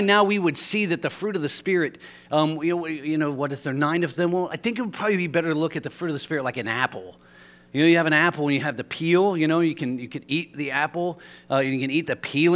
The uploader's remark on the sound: LIVE Services at Sunshine